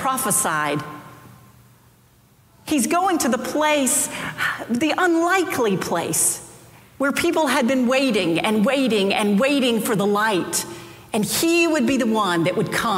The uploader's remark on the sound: Preached on January 23, 2023 for our Sanctuary Worship Service.